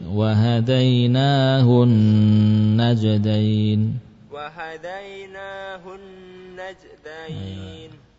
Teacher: Tahan lebih lama di nun tasdid.